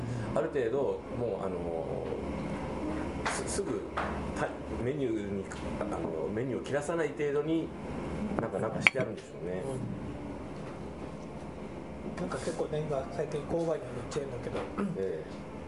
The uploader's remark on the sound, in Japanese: ご近所の居酒屋「癒」でのゲリラ収録です